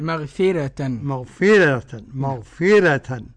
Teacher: ترقيق الراء لورش واضح